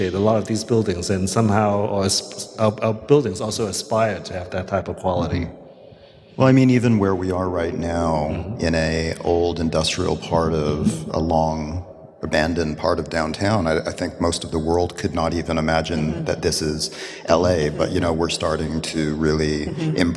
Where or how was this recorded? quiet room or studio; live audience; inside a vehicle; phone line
live audience